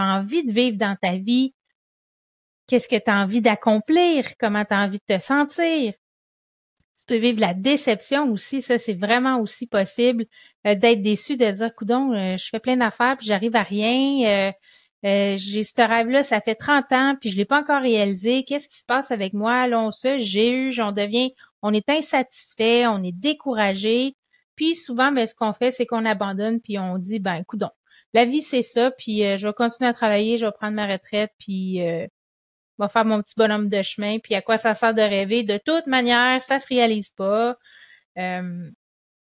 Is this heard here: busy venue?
no